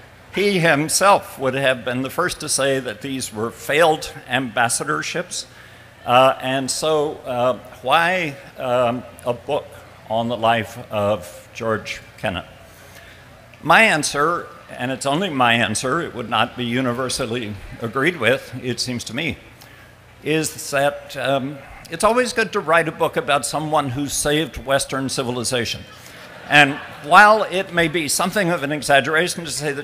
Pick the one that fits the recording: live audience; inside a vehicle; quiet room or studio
live audience